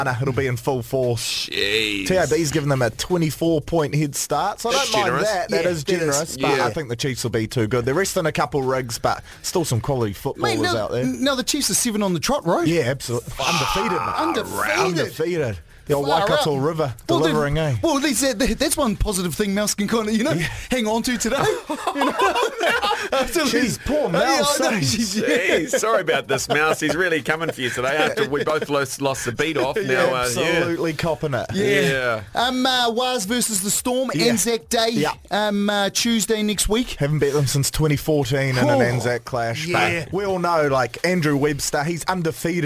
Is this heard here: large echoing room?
no